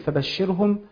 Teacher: واحنا الراء ساكنه بعد كسر ترقق · Term: مرققه